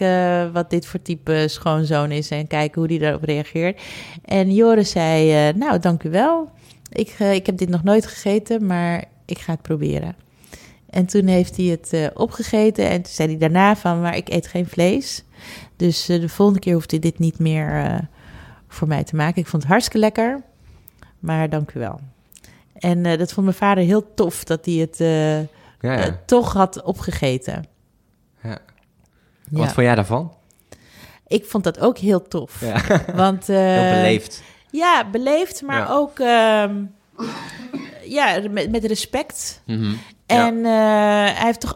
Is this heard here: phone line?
no